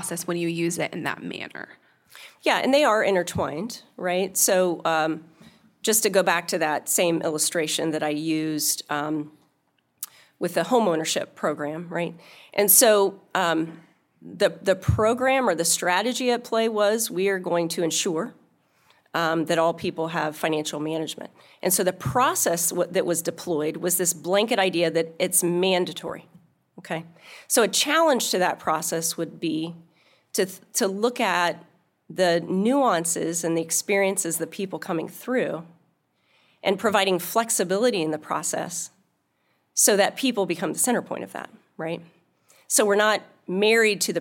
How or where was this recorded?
live audience